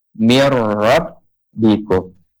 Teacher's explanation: Nunnya udah gak nampak lagi, langsung huruf ro yang depannya